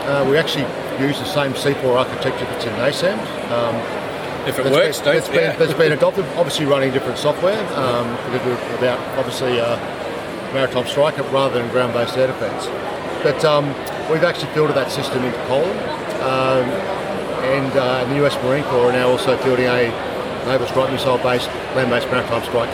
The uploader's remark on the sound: We release an interview recorded at Avalon 2023.